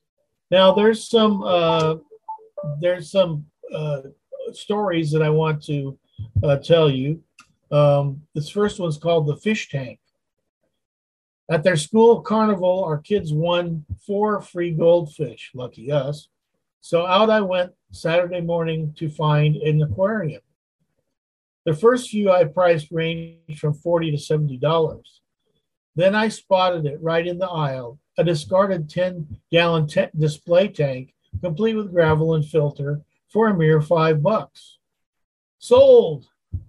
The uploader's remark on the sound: Continues his Wednesday Zoom study in Galatians chapter 5.